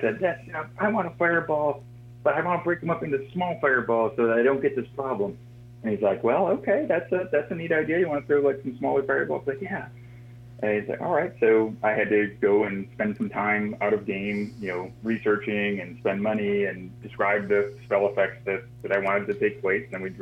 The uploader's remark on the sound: a phone interview